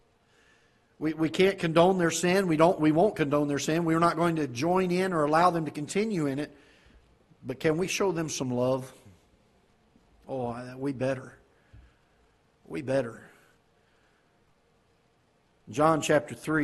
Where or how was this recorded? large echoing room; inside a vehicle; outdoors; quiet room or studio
large echoing room